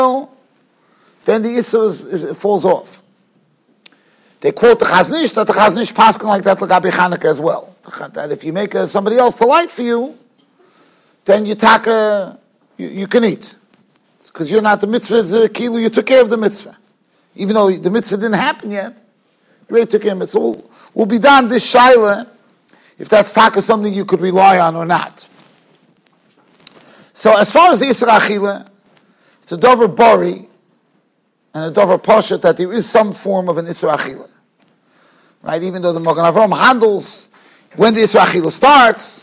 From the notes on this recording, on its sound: Shiur recorded in Yeshivas Ohr Reuven, Monsey, NY.